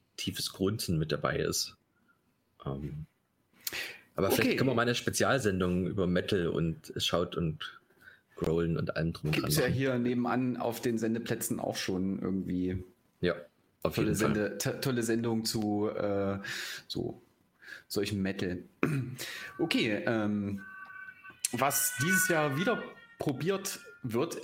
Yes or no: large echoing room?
no